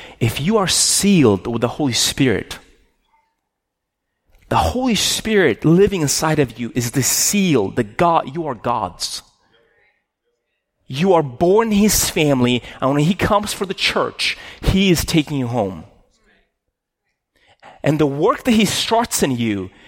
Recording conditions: large echoing room